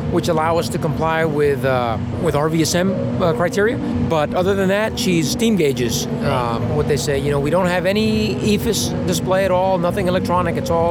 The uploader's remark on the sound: The boys are recording from inside the PCDU-mobile on a wet, cold and miserable day after attending the Qantas 90th birthday celebrations in Melbourne.